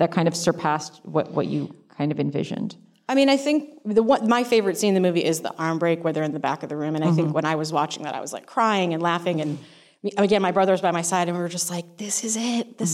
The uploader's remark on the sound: in a spoiler-filled Q&A at the DGA theater